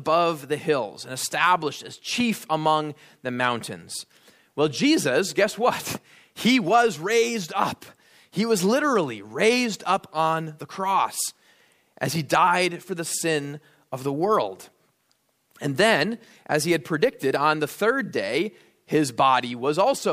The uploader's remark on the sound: at Immanuel Lutheran Church in Pasadena, CA